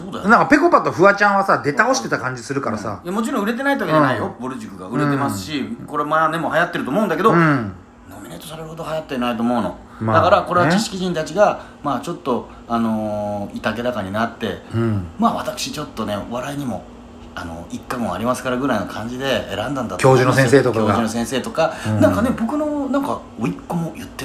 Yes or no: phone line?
no